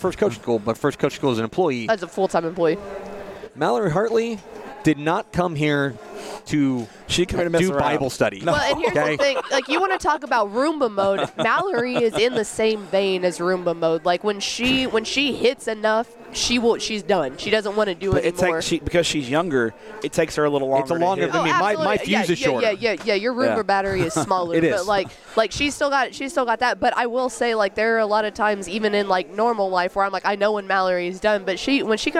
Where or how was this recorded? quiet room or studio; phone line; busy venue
busy venue